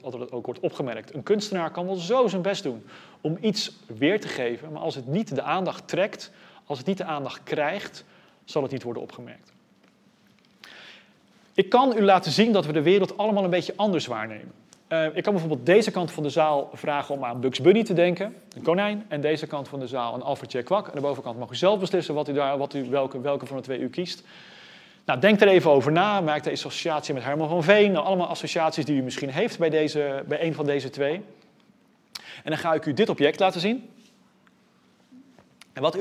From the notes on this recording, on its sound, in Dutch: Deze lezing is opgenomen in Museum Catharijneconvent op 13 oktober 2020